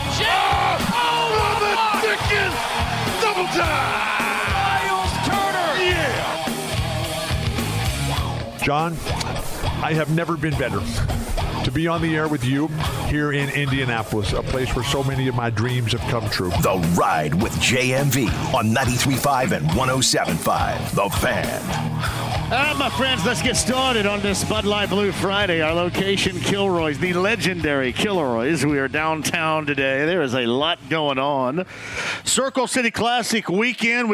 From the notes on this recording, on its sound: LIVE from Kilroy’s in downtown Indy.